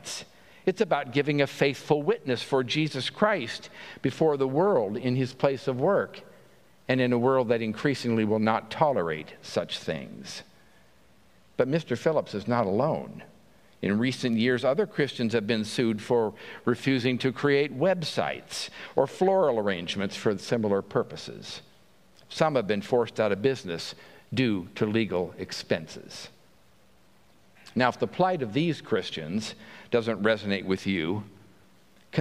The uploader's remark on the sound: At Pender UMC Traditional Worship on Sunday, September 17, 2023